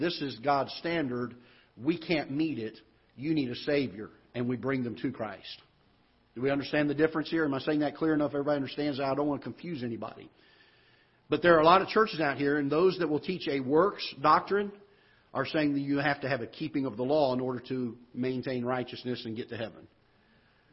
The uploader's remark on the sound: Ketha Heights Baptist Church ~ Live Broadcast